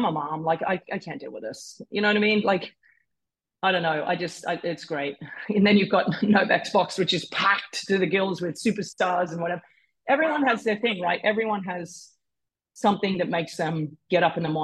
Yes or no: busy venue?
no